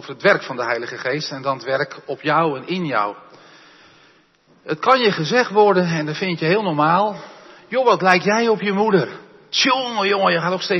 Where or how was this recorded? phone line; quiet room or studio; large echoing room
large echoing room